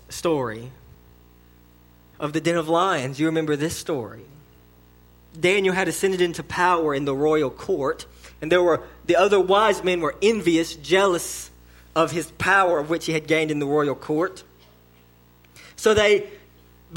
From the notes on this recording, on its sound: Learn more in this sermon delivered to Cottondale Baptist Church in Eastman, GA.